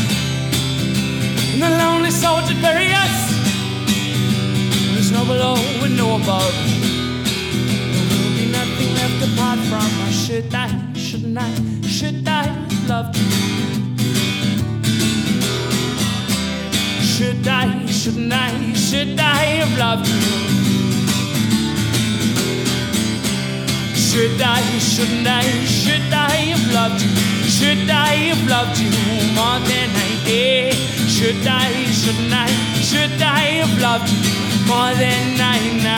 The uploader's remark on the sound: recorded live at The Albion Sanatorium